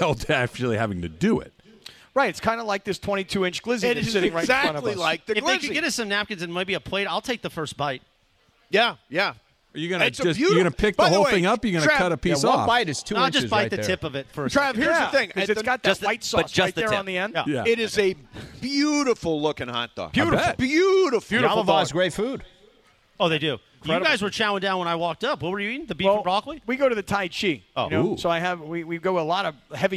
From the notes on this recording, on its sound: LIVE from The 909 Sports Bar at Yaamava!